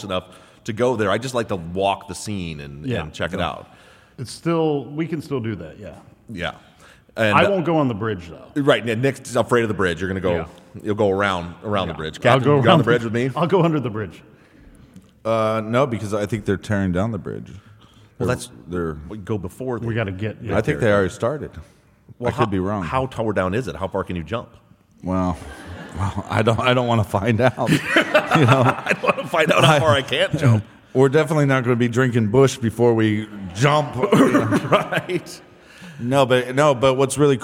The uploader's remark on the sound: LIVE from Austin, Texas!